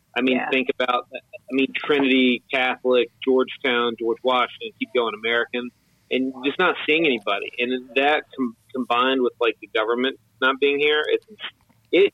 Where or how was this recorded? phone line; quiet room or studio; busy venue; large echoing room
phone line